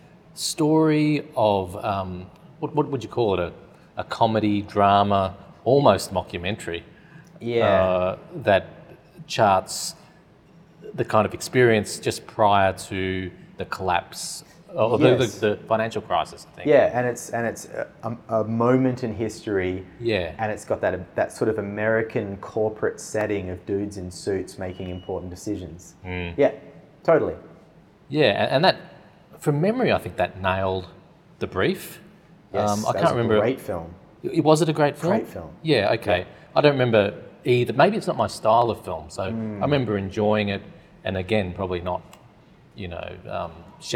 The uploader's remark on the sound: All on location at the RMIT Capitol theatre for the Melbourne International Film Festival 2023.